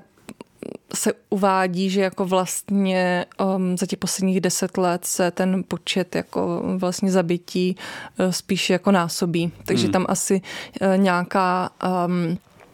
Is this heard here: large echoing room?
no